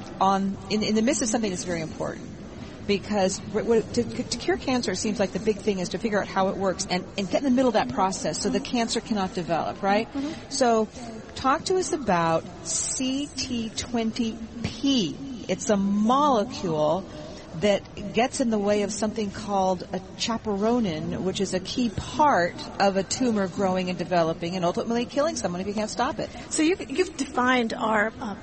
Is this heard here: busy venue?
yes